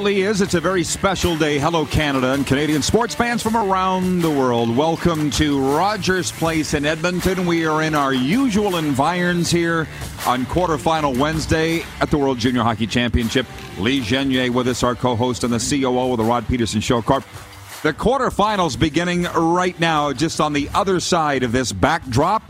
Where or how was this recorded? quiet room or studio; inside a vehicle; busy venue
busy venue